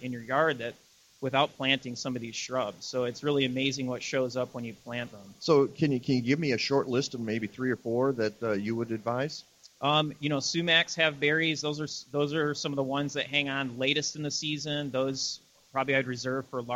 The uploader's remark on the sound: LIVE from the Chicago Flower & Garden Show